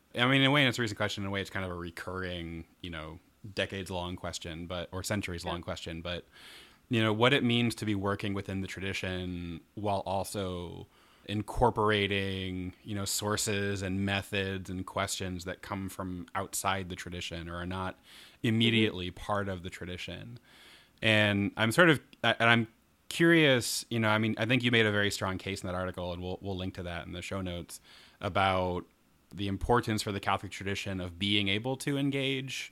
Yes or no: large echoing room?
no